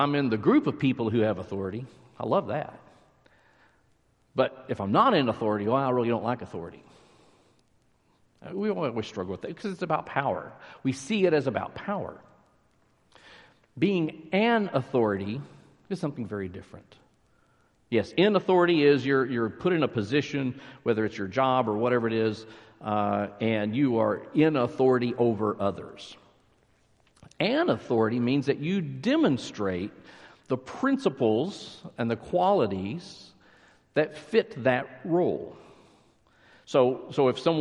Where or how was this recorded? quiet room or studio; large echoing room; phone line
large echoing room